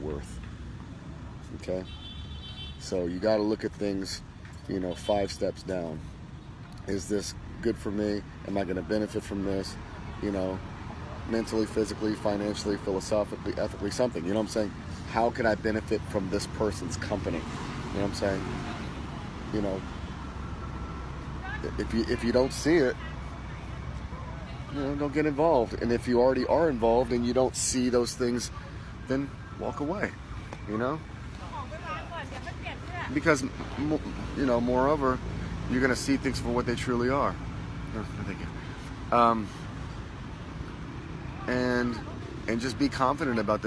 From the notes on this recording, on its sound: Live from Pattaya Beach, Thailand